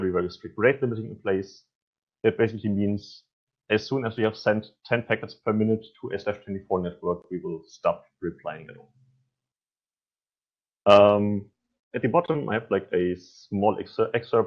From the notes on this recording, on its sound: This is the recording of a virtual NOG meeting held at April 9th 2021.